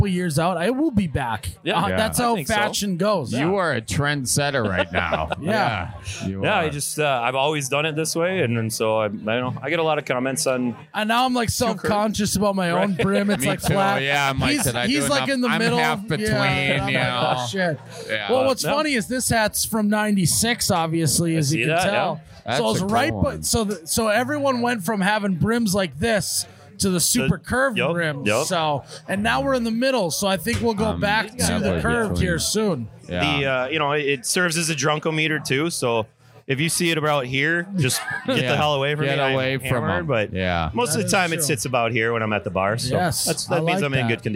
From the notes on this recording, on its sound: We are on location this week at The Newport in Milwaukee.